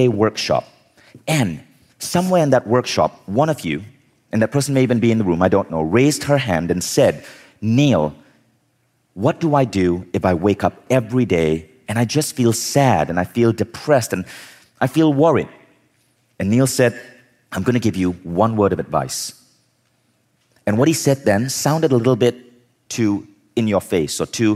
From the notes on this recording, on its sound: In this talk from Mindvalley Live Los Angeles